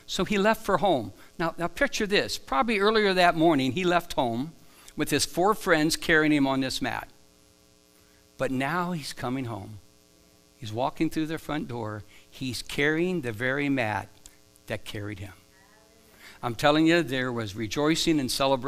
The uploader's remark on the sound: Live from The Summit Church in Dover, OH